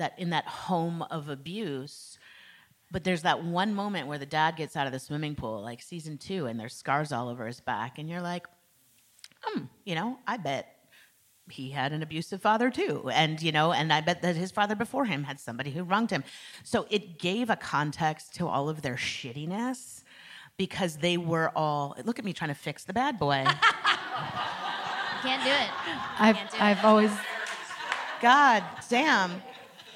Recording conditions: live audience